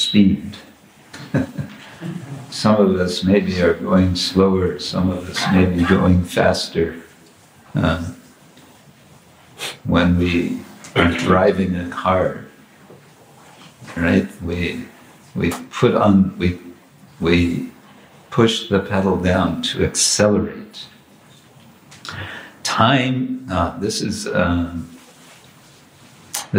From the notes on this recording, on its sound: Morning lecture from Radhadesh (Belgium)